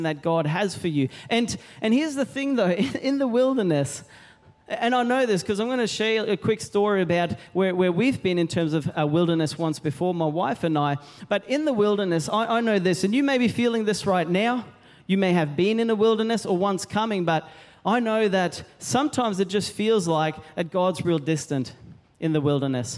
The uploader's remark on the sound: Recorded during our 9am service on Sunday, the 24th of September 2023.